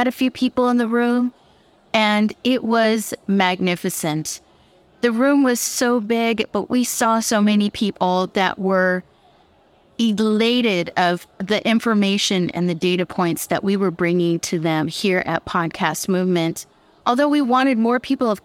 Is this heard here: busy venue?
yes